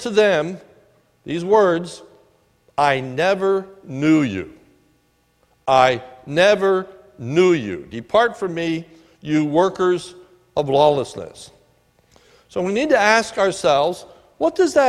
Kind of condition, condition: setting, large echoing room